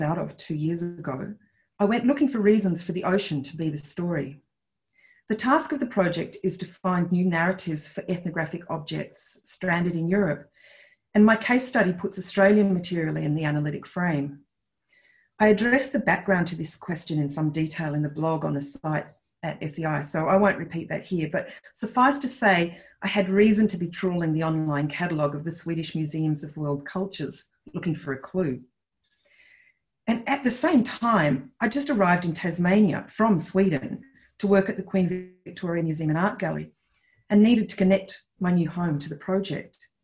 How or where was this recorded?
video call